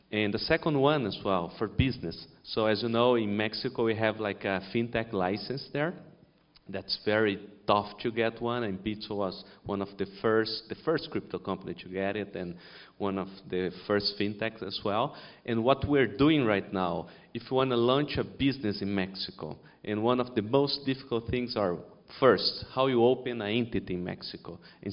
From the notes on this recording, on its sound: This week’s podcast is a recording of a panel. At Digital Finance Brasil last month at the University of São Paulo.